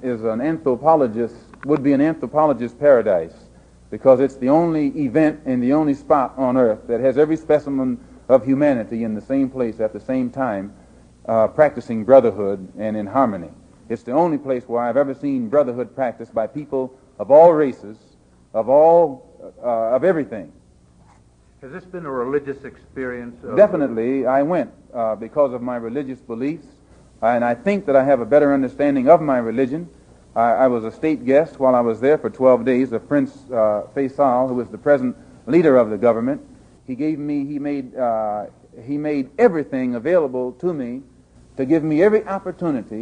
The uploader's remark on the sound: Return from Mecca Press Conference May 21 1964.